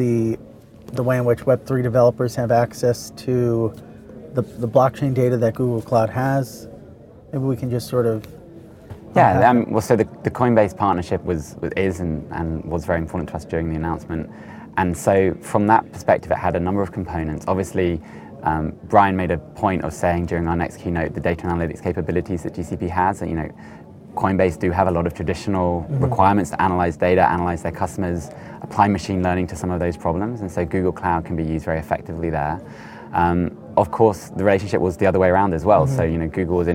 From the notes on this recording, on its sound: recorded at Paris Blockchain Week 2023